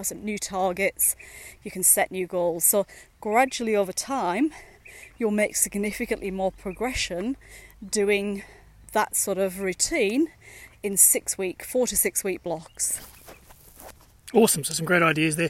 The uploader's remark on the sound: Dad bod walking is a series of short podcasts recorded during daily walks.